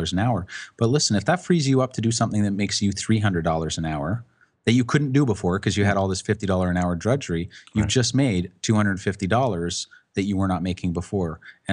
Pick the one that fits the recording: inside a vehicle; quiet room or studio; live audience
quiet room or studio